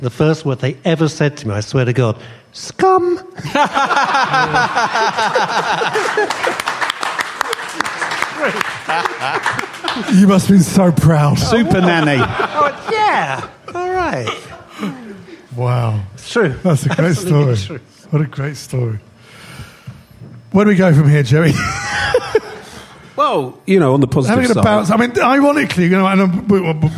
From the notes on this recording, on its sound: LIVE from Dingwalls in Camden!